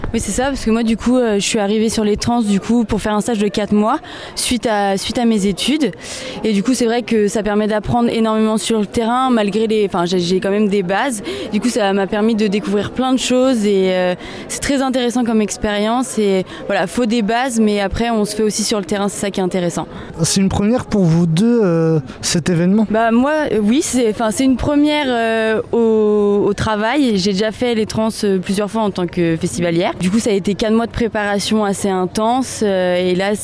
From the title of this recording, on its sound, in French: Interview en direct des Transmusicales, au Liberté